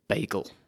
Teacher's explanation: that little two-syllable unit with a stress on the first syllable and a soft or unstressed or short syllable on the second is called a trochee, just like the iamb, but the other way around.